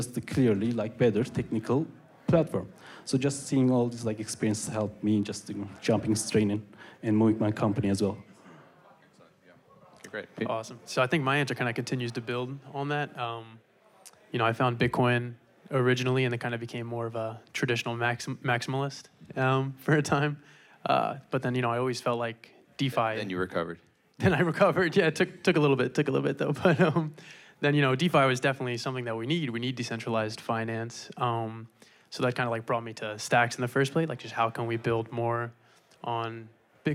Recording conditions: live audience